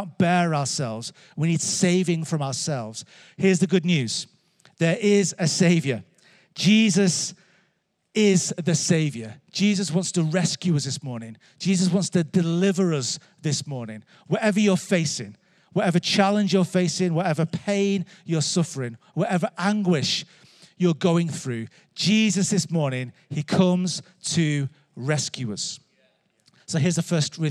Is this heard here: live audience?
yes